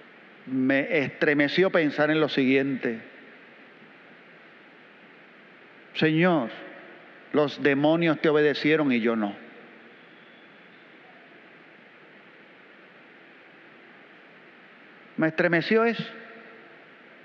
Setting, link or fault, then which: setting, large echoing room